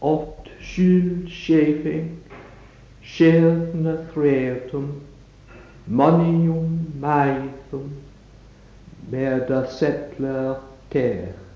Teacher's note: Old English poetry depends on stress rather than on quantity. There are four strong stresses in each line, two in each half line.